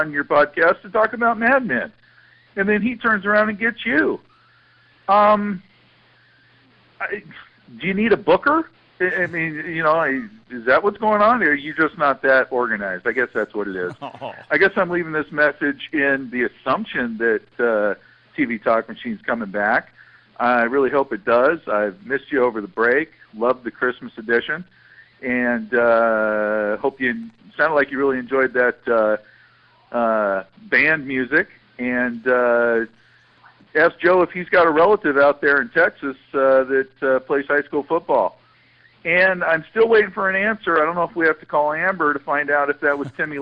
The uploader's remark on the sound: We even took a phone call from Qatar